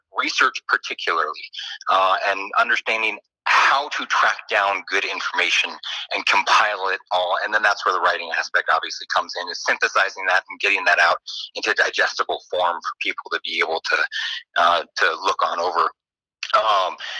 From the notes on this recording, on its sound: Via telephone.